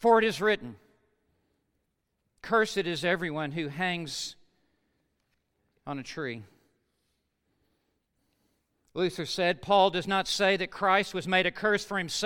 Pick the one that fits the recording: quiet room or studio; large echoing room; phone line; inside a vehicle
large echoing room